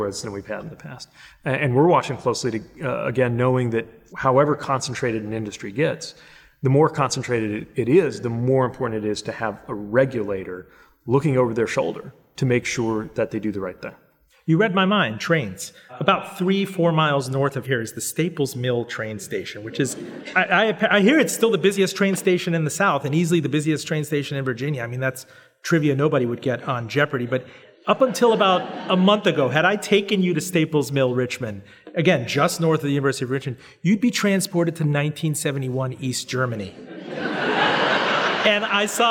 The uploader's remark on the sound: Recorded before an audience at the University of Richmond's Modlin Center for the Arts.